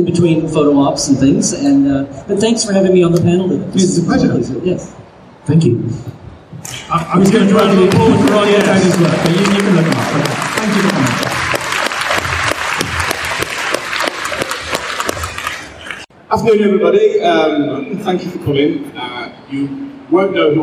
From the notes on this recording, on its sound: Live from Destination Star Trek. We present two panels recorded live at Destination Star Trek in Birmingham, UK.